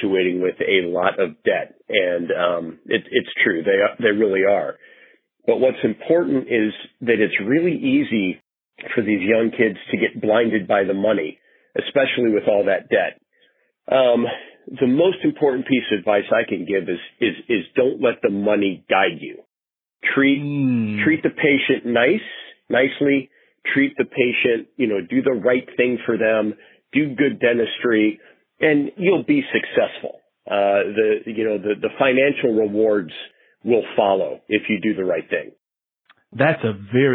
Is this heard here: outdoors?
no